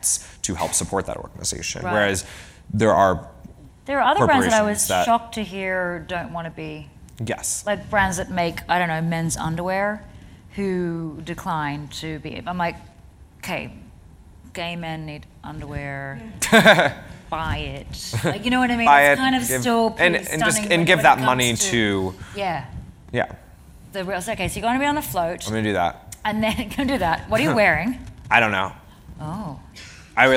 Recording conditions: live audience